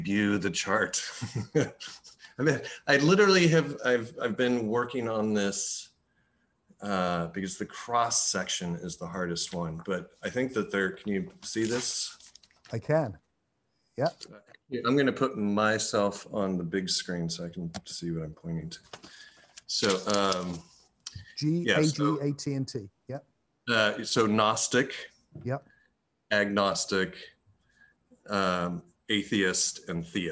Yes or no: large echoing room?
no